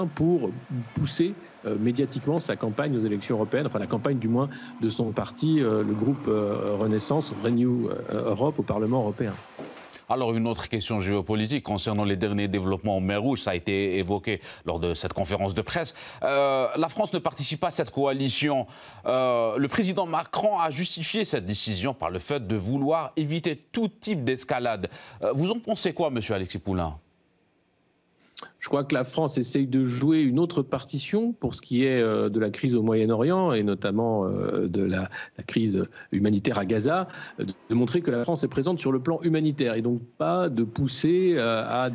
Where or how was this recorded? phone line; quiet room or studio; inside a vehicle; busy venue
busy venue